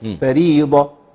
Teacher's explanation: وبعضهم يحذف الهاء بالكليه